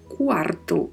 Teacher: A pronúncia de quarto é com este R bem vibrato